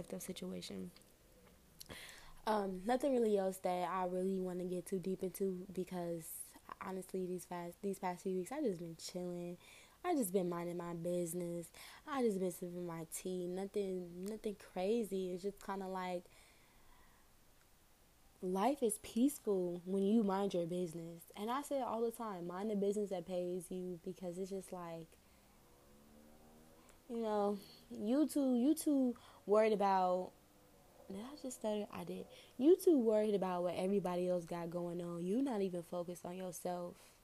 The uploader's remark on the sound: I was in a different location so it’ll be some white noise and a few cars in the back!